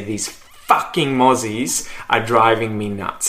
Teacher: I really, really emphasize the, the first syllable of fucking. Like I really go f- and then let it just ucking come out. · Term: emphasis